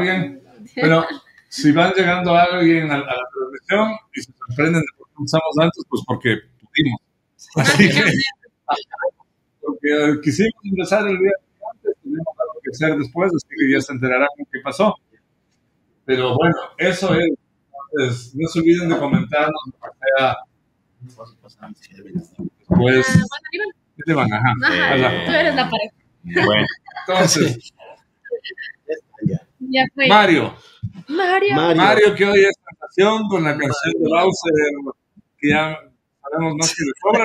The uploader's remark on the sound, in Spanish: Lamentamos la calidad de audio en este episodio